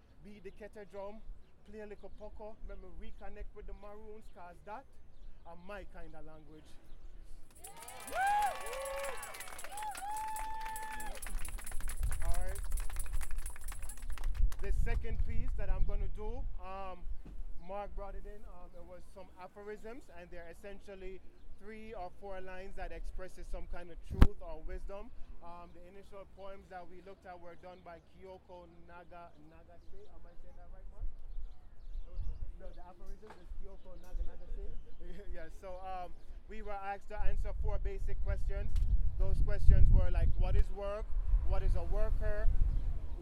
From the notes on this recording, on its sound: 2017 PEN World Voices Festival: Poetry Reading at Union Square Green Market.